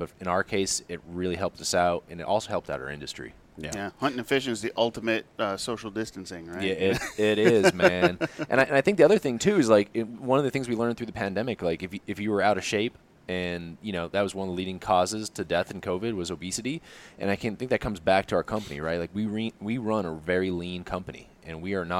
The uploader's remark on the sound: sits down with us at SHOT Show